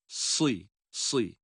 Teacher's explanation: sad harfi kalın, esreyle sı